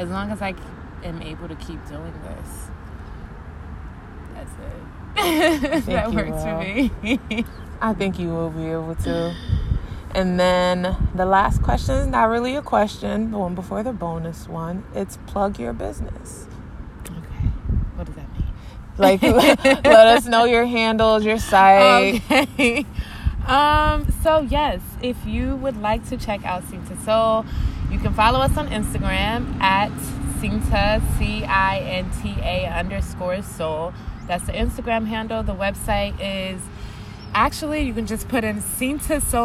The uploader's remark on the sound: We recorded this outside in a park